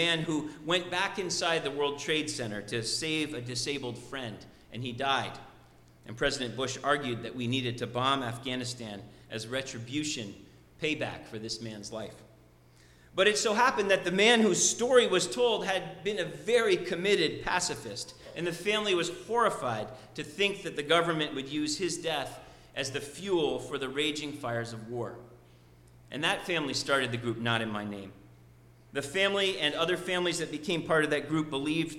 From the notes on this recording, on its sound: Sermon preached at RCHP.